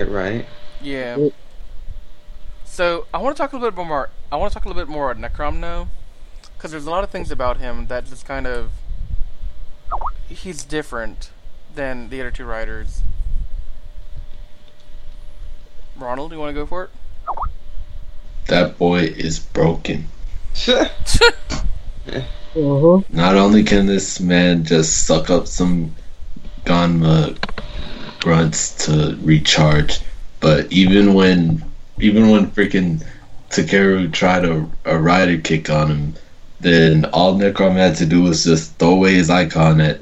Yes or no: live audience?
no